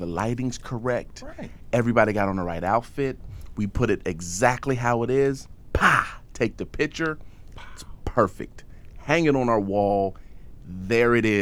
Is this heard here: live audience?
no